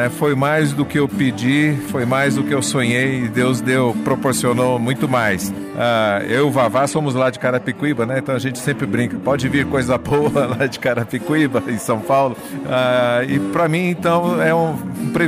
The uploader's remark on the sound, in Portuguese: O bate-papo aconteceu durante o Festival Prosa e Canto em Anápolis, Goiás.